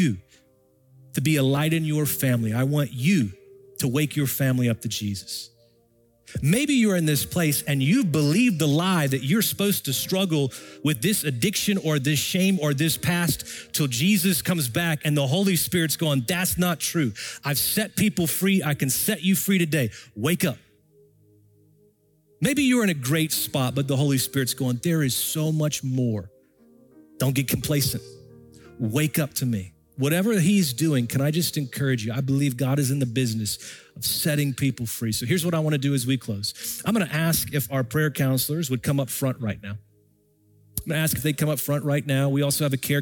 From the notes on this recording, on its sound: Recorded Live at Brookwood Church